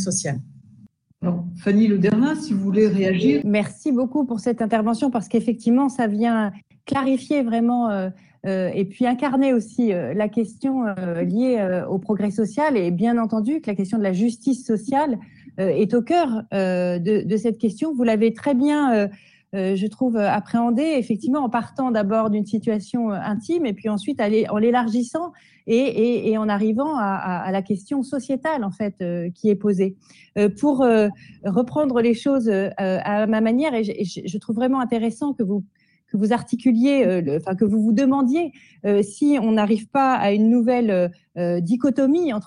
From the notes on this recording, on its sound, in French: lors d’une rencontre en visio